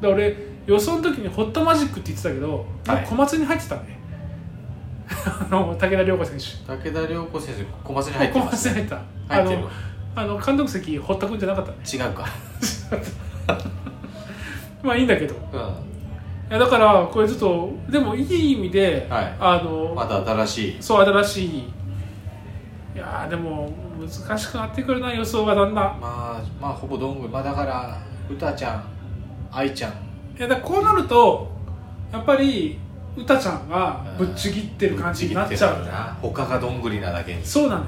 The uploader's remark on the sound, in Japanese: カラオケボックスでの収録なので周りがちょっとうるさくてすいません。